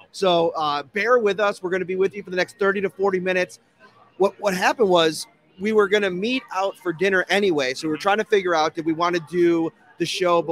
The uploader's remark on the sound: live at Imperial Pizza in South Buffalo